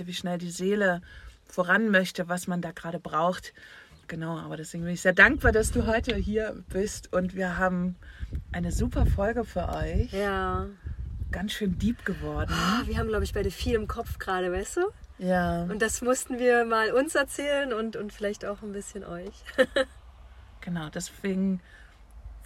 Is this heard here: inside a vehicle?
yes